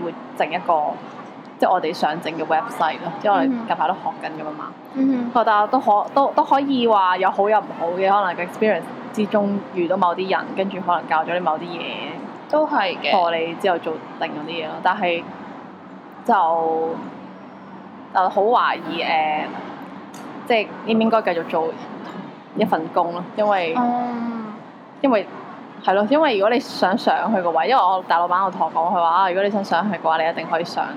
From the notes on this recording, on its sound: Sorry about the background noise this time